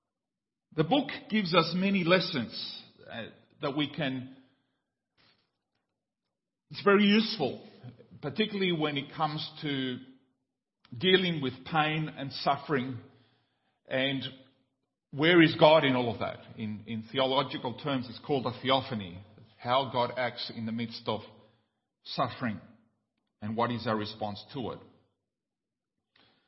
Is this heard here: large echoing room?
yes